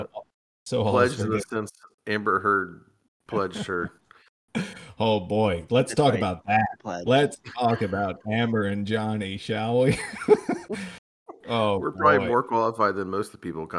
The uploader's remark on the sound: Half the audio went missing, we barely edited.